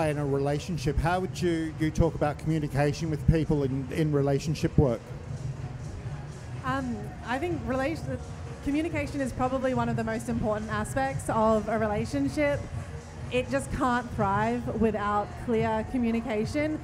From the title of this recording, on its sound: Live From Love X